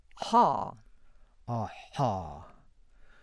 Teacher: Then the epiglottal fricatives, articulated by making a constriction between the epiglottis and the wall of the pharynx